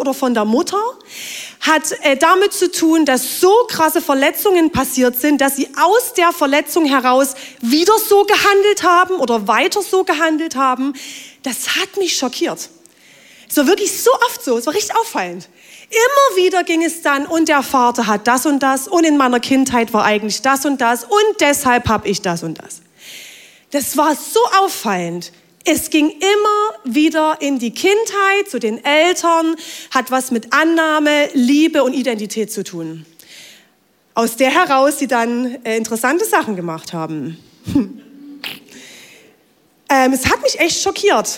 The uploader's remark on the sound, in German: Audiomitschnitt der Predigt vom 23.